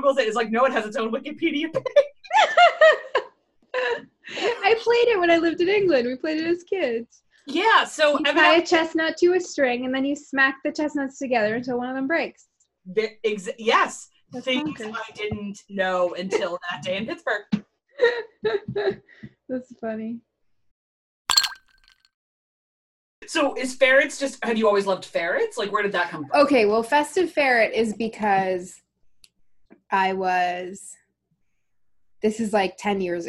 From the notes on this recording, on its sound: We had a virtual happy hour earlier this week and we decided to hit record!